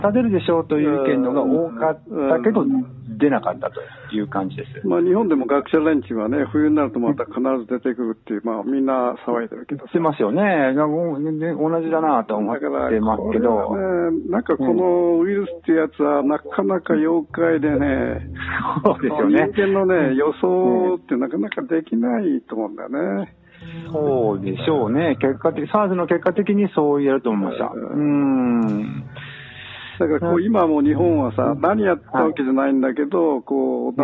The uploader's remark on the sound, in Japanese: 房総・八角堂のスタジオから。台湾在住者に電話インタビュー。